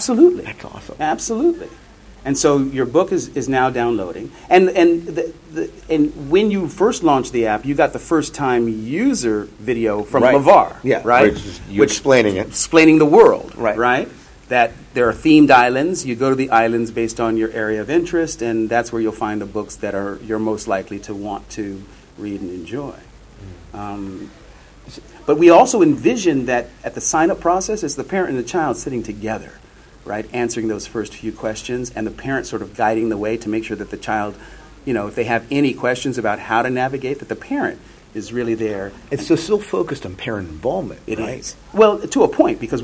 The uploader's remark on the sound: At Shore Leave 34.